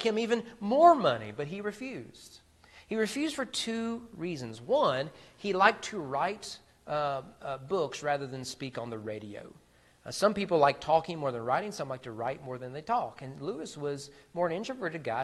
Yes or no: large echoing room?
yes